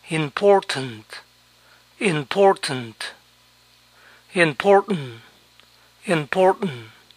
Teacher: Aquí hasta la última T no se pronuncia.